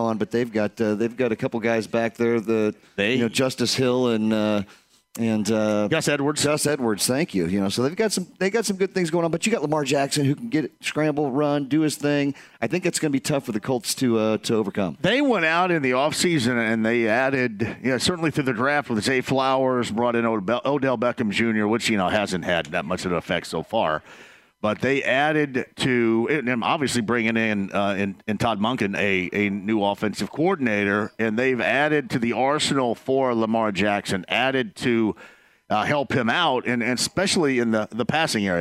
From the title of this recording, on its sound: Live from Joe's Grill